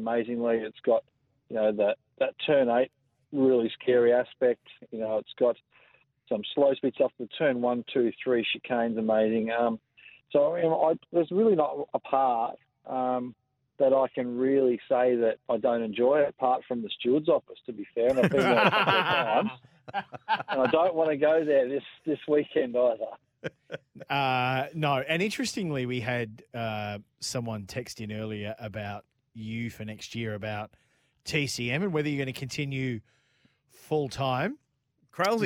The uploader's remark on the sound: join us via phone